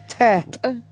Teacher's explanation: это как Т русская, Тимофей, а, но произносится очень ну, резко и взрывно, как бы. Ну, такой взрыв больше. · Term: абруптивные